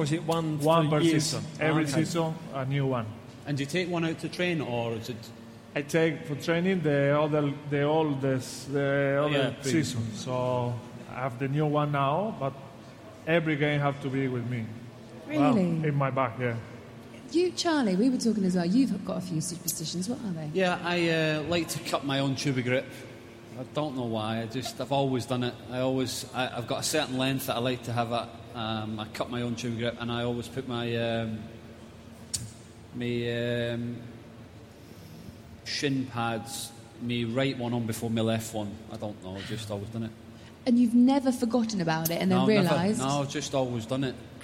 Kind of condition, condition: setting, live audience